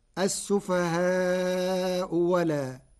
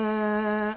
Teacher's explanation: قرأ ورش كلمة ألا بإبدال الهمزة واوا مفتوحة للتخفيف فتصير السفهاء ولا